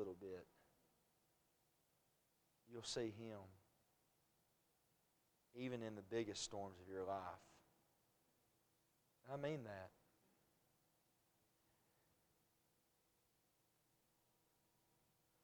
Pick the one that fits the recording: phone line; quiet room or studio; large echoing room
large echoing room